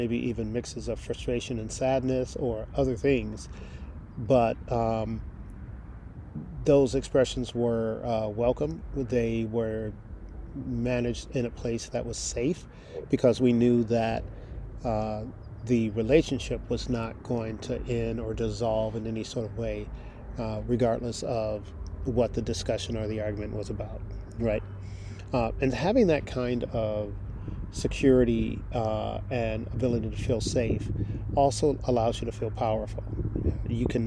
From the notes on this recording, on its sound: First pardon the wind noise. I recorded the podcast outdoors at a weekend retreat.